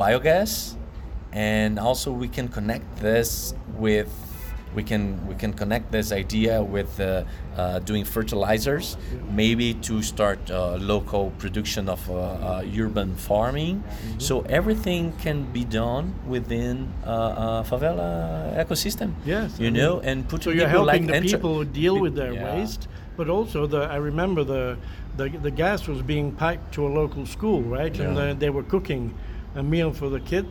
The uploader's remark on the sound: This podcast was recorded during the Circular Economy Forum of the Americas (#CEFA2019) in Medellin, Colombia.